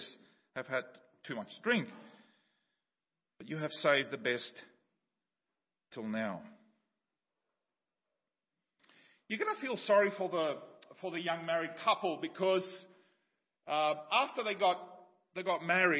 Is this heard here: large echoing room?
yes